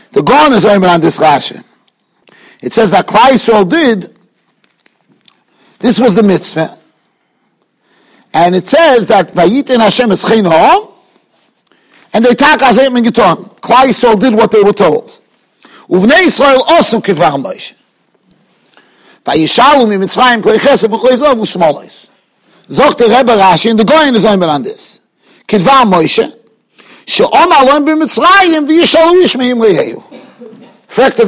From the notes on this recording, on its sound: Shiur recorded in Yeshivas Ohr Reuven, Monsey, NY.